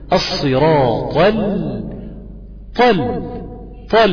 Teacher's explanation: انتقلت من الطاء المفتوحة الى اللام المرققة بتاعت المستقيم، الصراط الطل، وكل واحدة منها واخدة الصفة بتاعتها، دي مفخمة خالص ودي مرققة خالص.